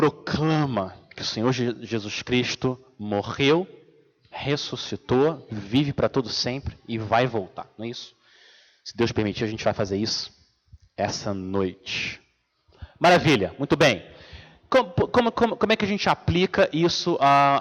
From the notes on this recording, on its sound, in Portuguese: Mensagem gravada na Igreja Batista Jardim Minesota